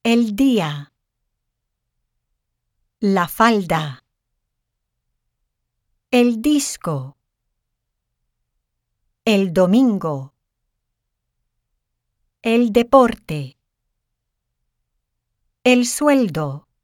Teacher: the letter D is pronounced hard when immediately preceded in the same utterance by the letter L · Term: hard D